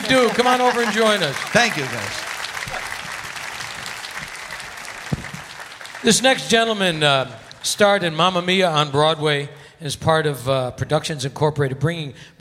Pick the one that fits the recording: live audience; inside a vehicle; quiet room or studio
live audience